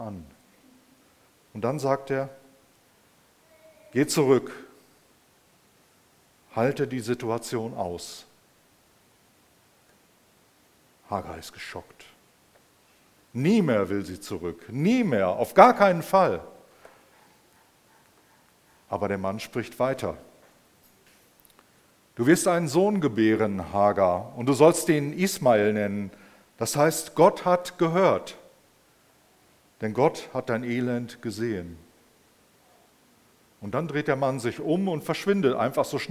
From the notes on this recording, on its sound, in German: Im Rahmen des Gottesdienst mal anders.